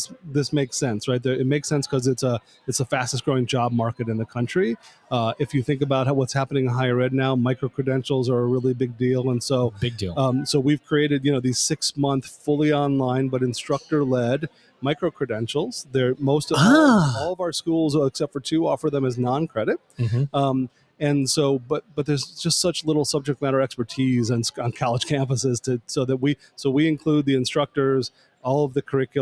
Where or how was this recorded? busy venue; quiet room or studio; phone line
busy venue